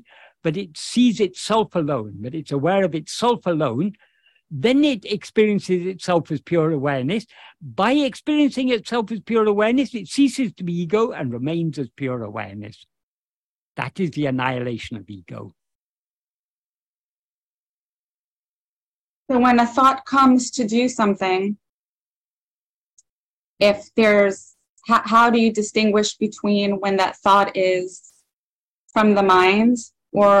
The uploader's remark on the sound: In a Zoom meeting with the Ramana Maharshi Foundation UK.